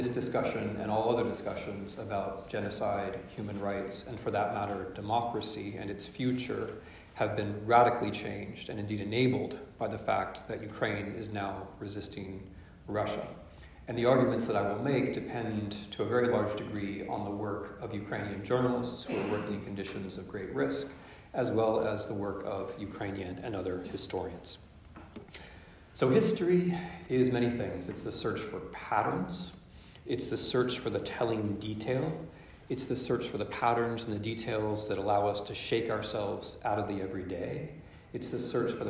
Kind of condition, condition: setting, large echoing room